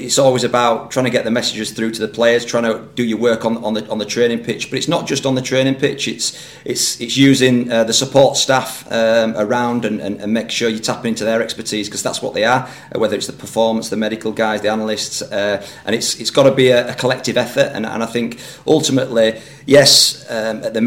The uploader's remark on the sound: spoke to the media at the Millers Oils High Performance Complex